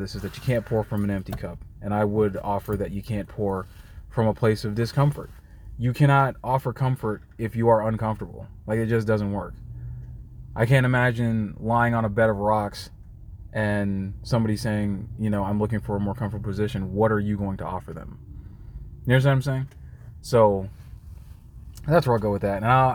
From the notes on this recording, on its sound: I am comfortable recording in my car, so don't mind the passing vehicles.